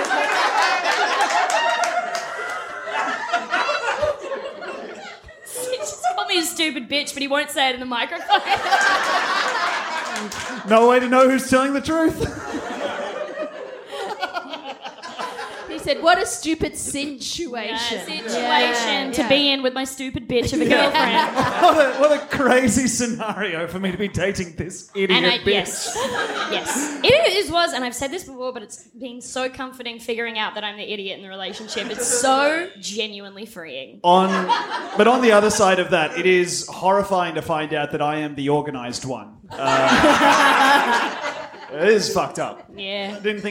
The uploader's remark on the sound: Bst LIVE at the vanguard 2020. We did a live episode!